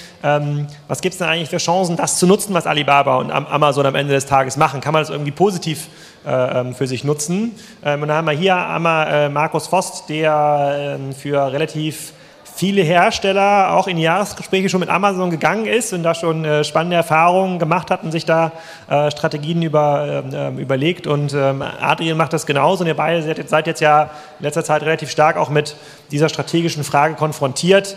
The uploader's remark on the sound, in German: Beim Digital Commerce Day für einen anderen Speaker eingesprungen und hat einen denkwürdigen Vortrag zum Ende des Großhandels gehalten.